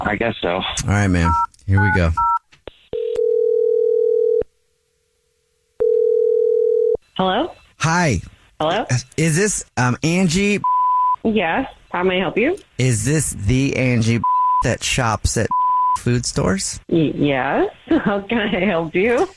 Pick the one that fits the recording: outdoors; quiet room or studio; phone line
phone line